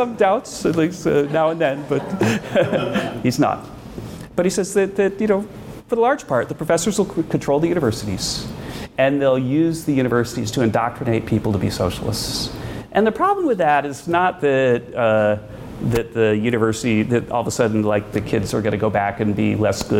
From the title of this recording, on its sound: Live Event